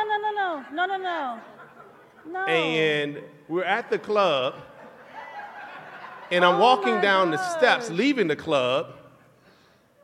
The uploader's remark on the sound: Live from our tour stop in Vegas